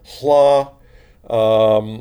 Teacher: made by sort of laying the tongue flat at the top of the mouth and kind of blowing air on both sides. This sound is written LL in Welsh, in one of the languages in which it occurs, but we often see it in romanizations of other languages written with the letters TL.